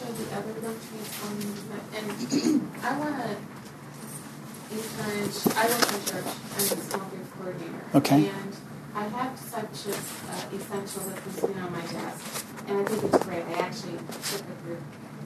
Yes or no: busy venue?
yes